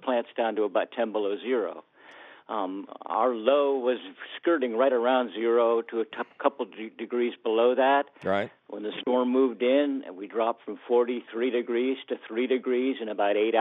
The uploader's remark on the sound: your fabulous phone calls!